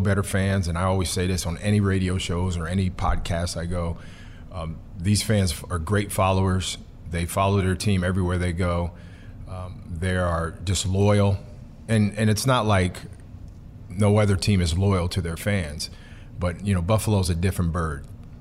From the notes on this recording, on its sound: from the Pump Brothers Foundation Charity Gala